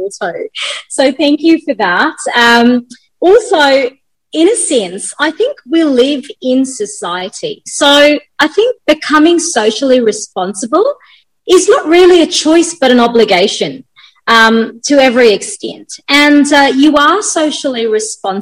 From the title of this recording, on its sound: Virtually Recorded